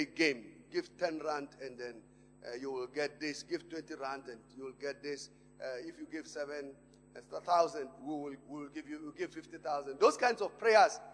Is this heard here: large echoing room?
yes